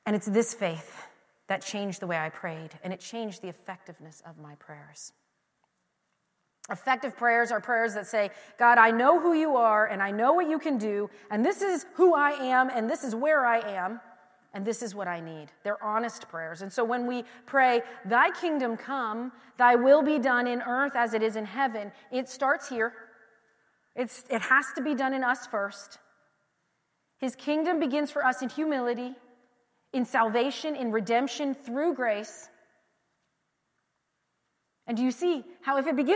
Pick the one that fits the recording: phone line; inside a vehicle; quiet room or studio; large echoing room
large echoing room